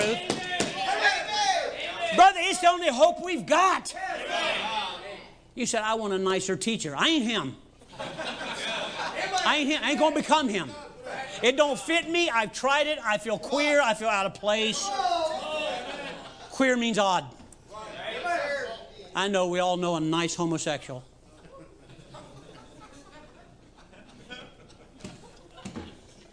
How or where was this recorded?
large echoing room